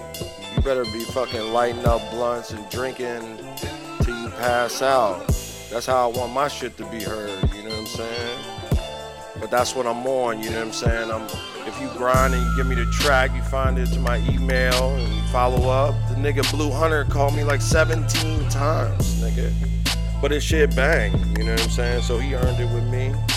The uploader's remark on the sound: Recorded from the back of the tour bus